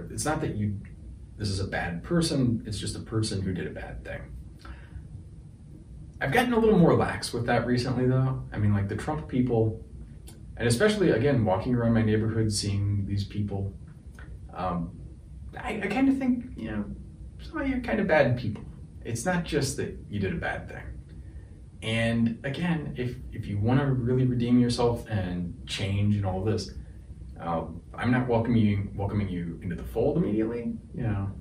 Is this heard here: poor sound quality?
yes